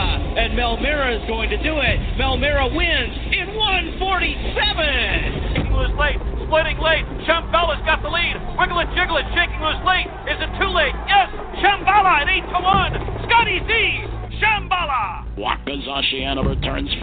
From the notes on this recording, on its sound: 2016 Dan Patch Stakes LIVE from Hoosier Park. Is LIVE from Hoosier Park in Anderson, Indiana to cover the 2016 Dan Patch Stakes.